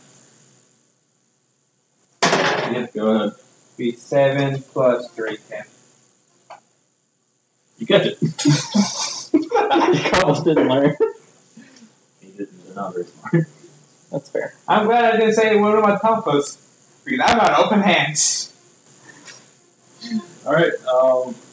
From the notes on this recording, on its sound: Apologies about the audio quality on this episode and the one before it.